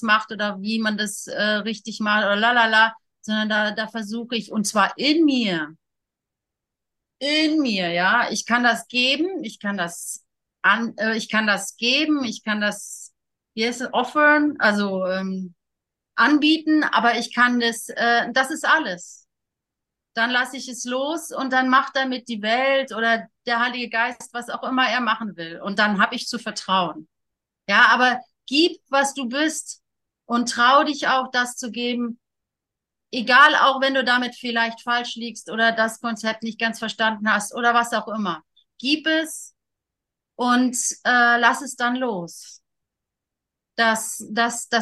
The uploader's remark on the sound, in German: Zoom-Session. Veranstaltet von der Aleph Akademie.